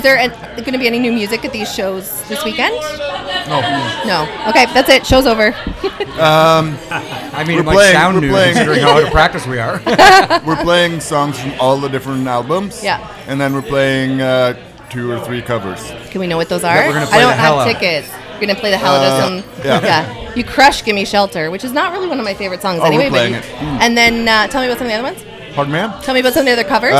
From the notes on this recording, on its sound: Broadcast live from the Jane Bond in Uptown Waterloo